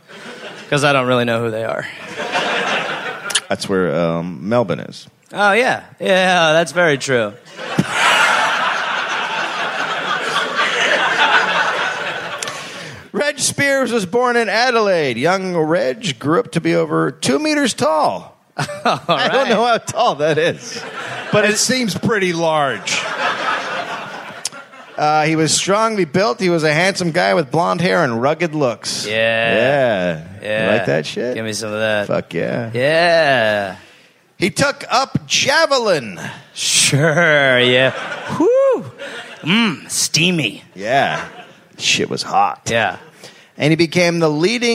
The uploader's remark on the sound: recorded live in Perth